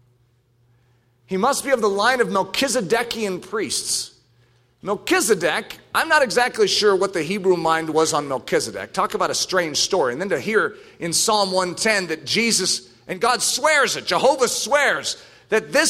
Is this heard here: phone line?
no